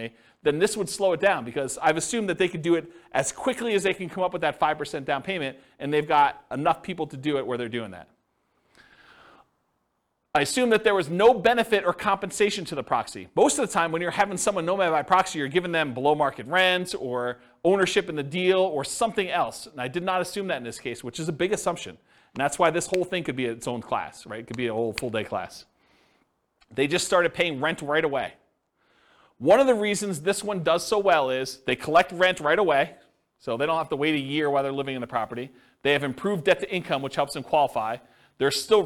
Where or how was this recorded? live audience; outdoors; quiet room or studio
live audience